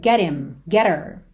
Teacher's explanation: Já apareceu outras vezes aqui na série, então se você segue há um tempo você já sabe disso, mas quando a gente tem ali uma palavra terminada em T e logo depois him, her, pelo H tem um som fraquinho, esse h, h, h, muitas vezes ele acaba sendo suprimido e a gente liga no T